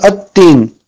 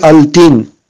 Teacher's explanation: le lam du alif lam, ça disparaît, ça change en cette lettre · Shown in: first take · et ça devient tajdid. · on ne prononce pas la lam et ça devient Shadda sur la lettre · Term: Shamshia